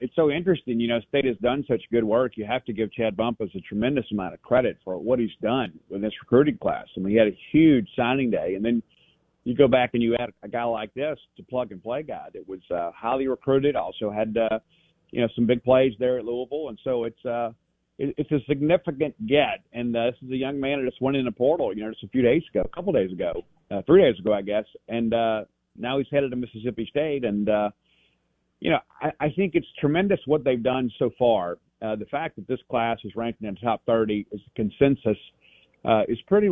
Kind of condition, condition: link, phone line